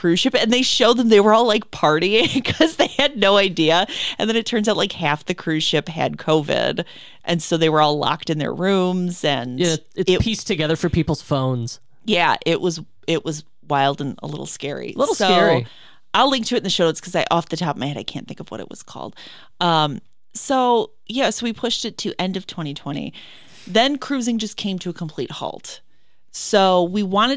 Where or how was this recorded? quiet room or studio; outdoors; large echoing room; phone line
quiet room or studio